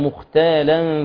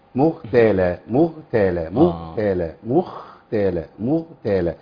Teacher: لكن الخاء فيها همس والغين لا همس فيها